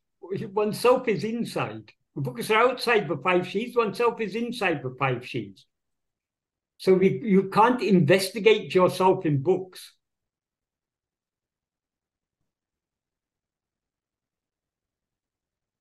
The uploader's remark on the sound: In a Zoom meeting.